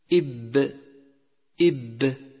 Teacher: أما بالنسبة لمخرج حرف الباء فهو يخرج من بين الشفتين بانطباقهما، ولذلك يسمى حرفا شفويا